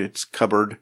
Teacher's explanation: Instead of it being silent. I mean, you don't really pronounce the P in that word